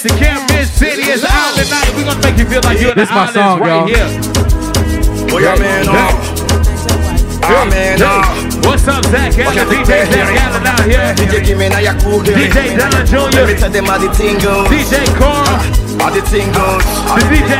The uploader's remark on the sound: AFRO BEATS AND VIBES LIVE AT THE CAMP IN HUNTSVILLE AL